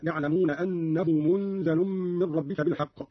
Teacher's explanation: قرأ قارون بإسكان النون وتخفيف الزاي مع ملاحظة إخفاء النون عند الزاي والغنة هكذا: يعلمون أنه منزل من ربك بالحق.